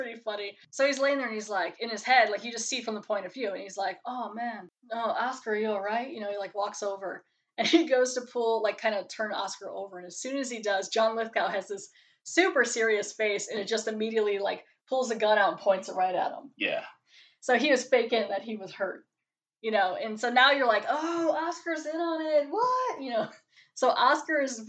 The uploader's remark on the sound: My apologies for the sound quality.